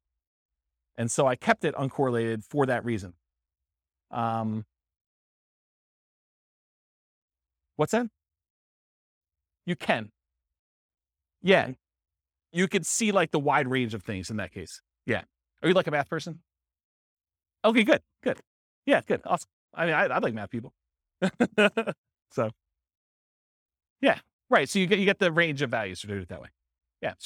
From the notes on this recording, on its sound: This was a live class recorded.